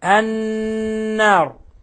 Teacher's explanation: ونلاحظ إلصاق طرف اللسان بأصول الثنايا العليا · Term: حرف غنة مشدد